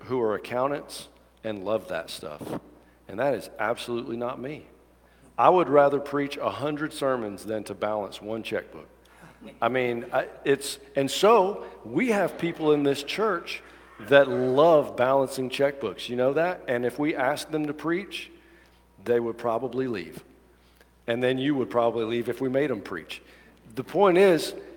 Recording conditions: large echoing room